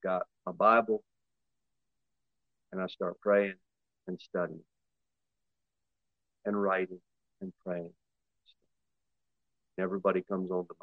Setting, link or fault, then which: setting, large echoing room